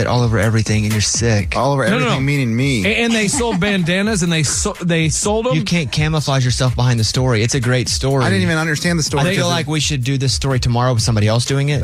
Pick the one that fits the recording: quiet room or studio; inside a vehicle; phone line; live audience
phone line